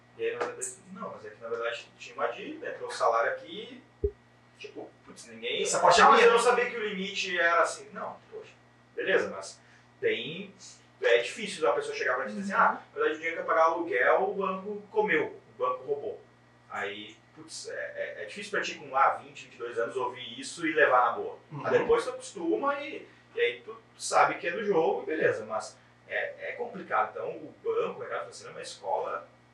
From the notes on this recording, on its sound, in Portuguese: Pedimos desculpas pela qualidade do áudio, mas tivemos um problema na captação.